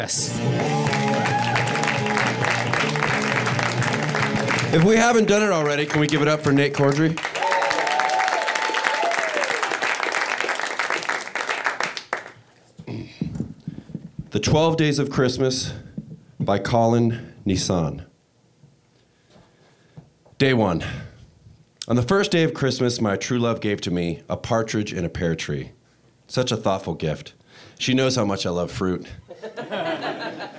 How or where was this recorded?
live audience